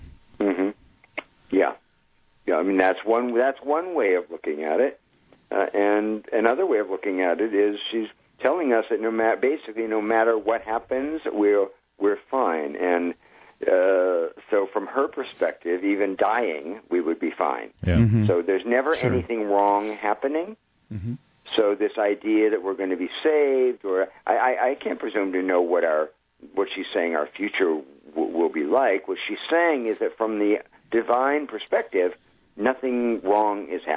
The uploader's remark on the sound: The Mystical Positivist - Radio Show. We speak by telephone.